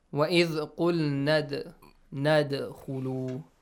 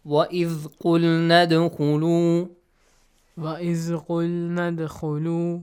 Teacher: dal has a sukun on the top, so it means you have to produce a bouncing, yes, sound, or kind of tickle it, okay?